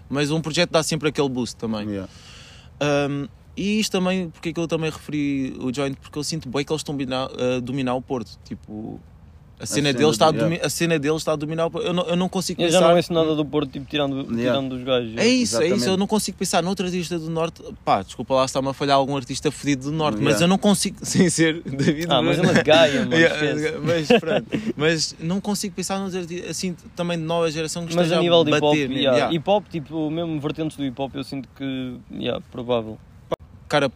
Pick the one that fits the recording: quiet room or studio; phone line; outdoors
outdoors